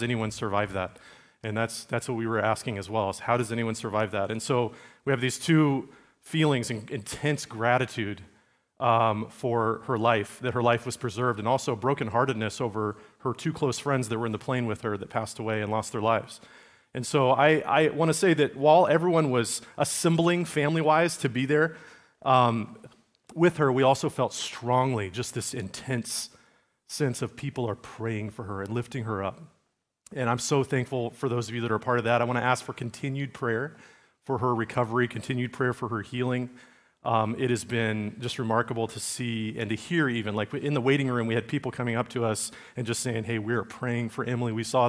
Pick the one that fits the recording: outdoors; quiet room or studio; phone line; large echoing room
large echoing room